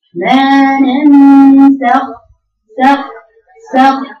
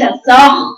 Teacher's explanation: حرف الخاء الساكن ده الدرجه قبل الاخيره في التفخيم · Shown in: first take · Term: مفخمه باعتدال